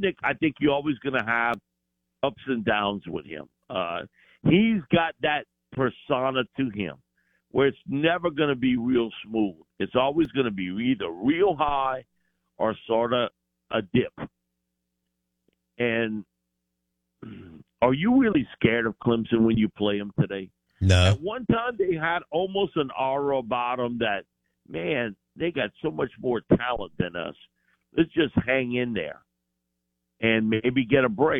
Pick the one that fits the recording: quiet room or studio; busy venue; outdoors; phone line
phone line